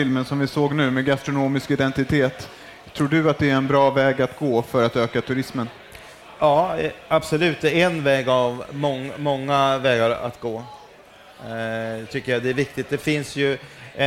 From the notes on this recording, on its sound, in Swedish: På scen på Farmers Market